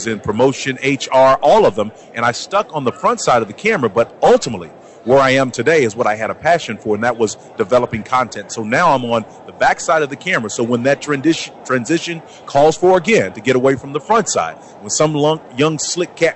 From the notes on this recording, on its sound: LIVE FEB 2nd 2013 from the Player Networking Event in New Orleans. LIVE from New Orleans Louisiana at super Bowl 47.